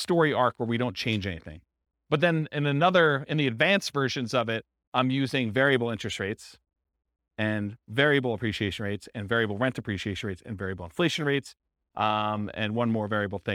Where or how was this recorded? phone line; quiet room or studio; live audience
live audience